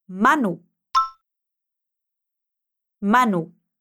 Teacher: A parte forte é o Ma.